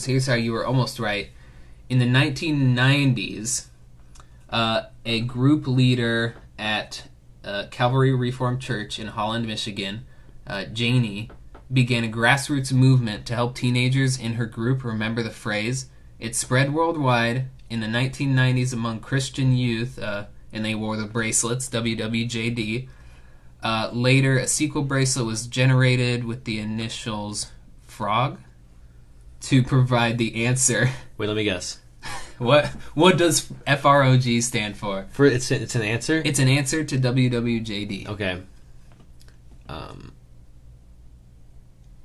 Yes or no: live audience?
no